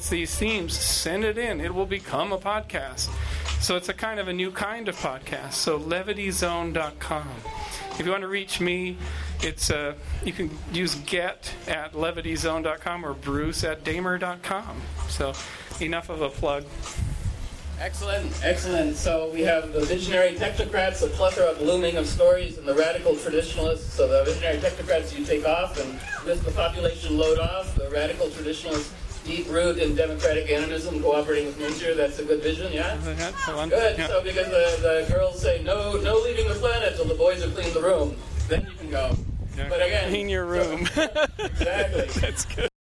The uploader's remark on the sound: on the Pantheon stage at Symbiosis Gathering 2013